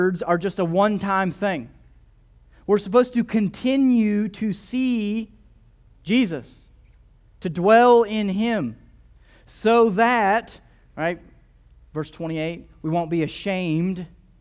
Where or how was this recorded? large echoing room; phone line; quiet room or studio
large echoing room